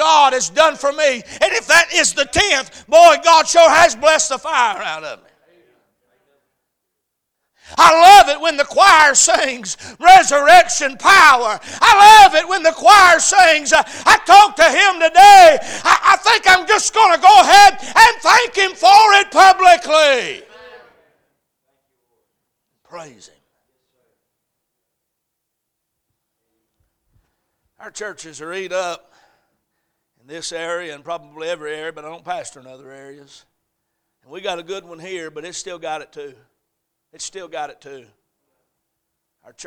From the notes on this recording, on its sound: A message preached at Crossroads Baptist Church on Sunday morning